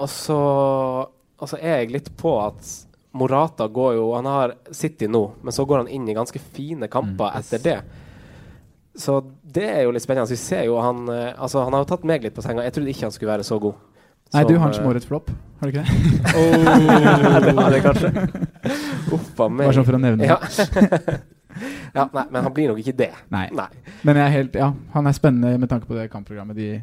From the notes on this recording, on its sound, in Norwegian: September var det duket for ny live-innspilling på Pokalen i Oslo! Også andre spm fra gjester i salen!